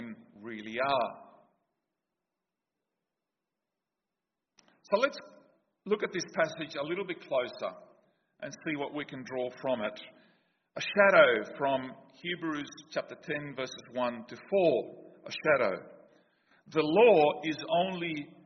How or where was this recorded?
large echoing room